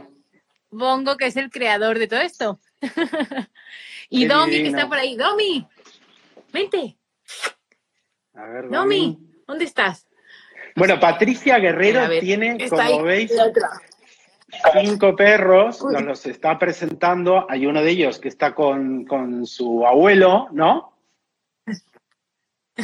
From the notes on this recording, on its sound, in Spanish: directo de Instagram